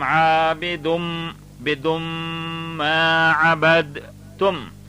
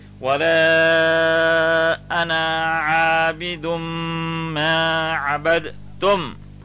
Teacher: So it becomes, we will not read it as عَابِدٌ، and then say مَا عَبَدْتُمْ. But the dun and the ma would idgham. That means they would submerge. And it would become abidum bidum ma abadtum.